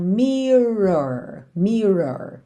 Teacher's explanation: A palavra mirror tem duas vezes o R enrolado